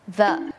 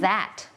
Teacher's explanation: จะเป็นเสียง voicedเนี่ยแปลว่าเส้นเสียงของเราเนี่ยมันจะสั่น